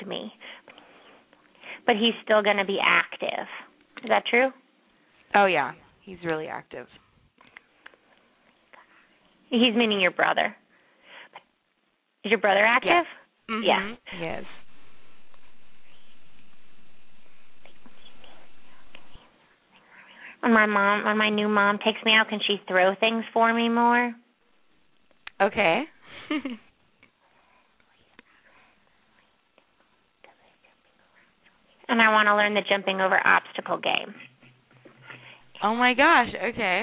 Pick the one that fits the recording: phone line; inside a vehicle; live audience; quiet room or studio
phone line